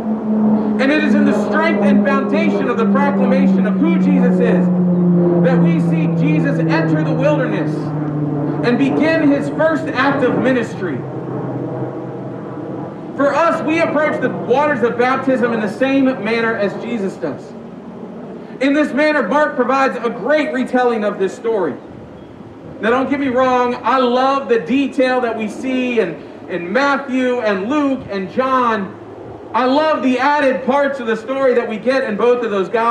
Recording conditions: outdoors